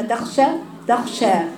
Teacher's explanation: فيجري فيها النفس ويجري فيها الصوت من أوسع مكان في اللسان أي وسطه، وهو مخرج الشين، فينتشر الهواء داخل الفم · Term: صفة التفشي